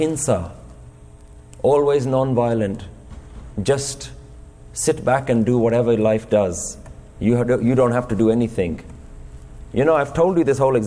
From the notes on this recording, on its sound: Recorded in Fremont Gurdwara, San Jose, California, USA in February 2018.